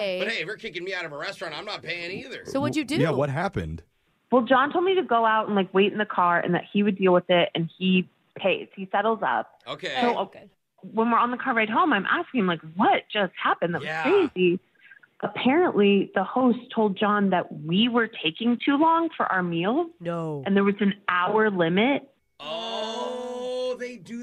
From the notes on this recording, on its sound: The woman on the phone